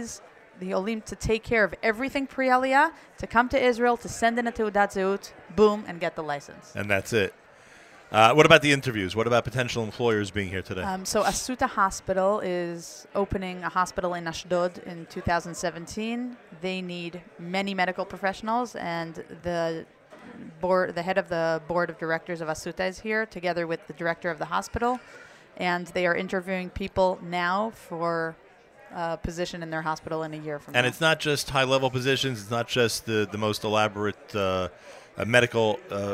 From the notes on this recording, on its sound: Broadcasts live from the Nefesh B'Nefesh Aliyah Mega Event at the Crowne Plaza Times Square in New York City.